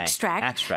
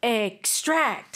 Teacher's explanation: As a noun, extract. Stress on the first syllable. · Shown in: first take